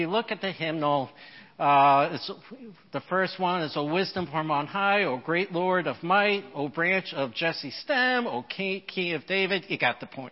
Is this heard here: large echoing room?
yes